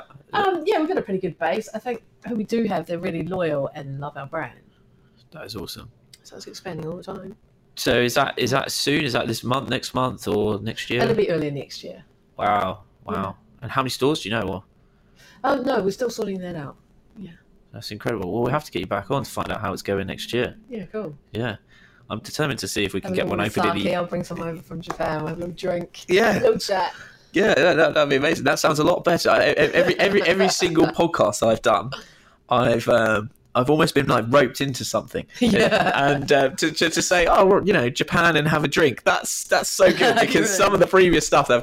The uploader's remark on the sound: sorry for the slight crackle!